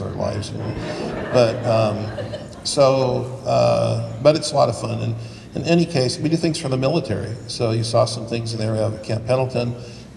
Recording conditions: live audience